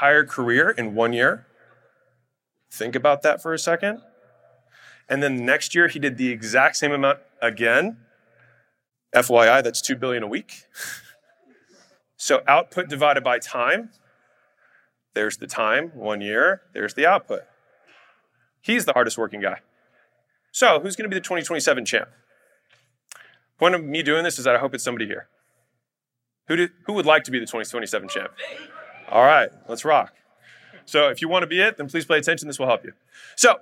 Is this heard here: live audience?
yes